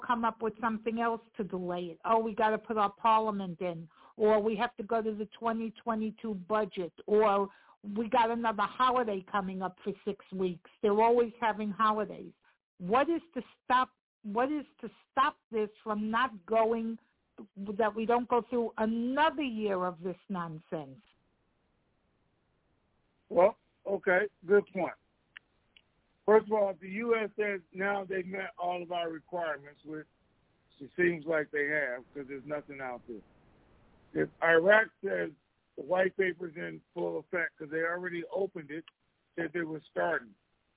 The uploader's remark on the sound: TNTSuperfantastic Conference Call